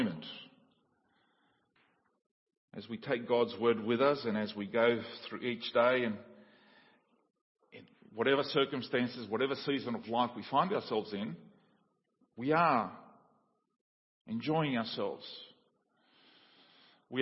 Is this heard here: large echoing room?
yes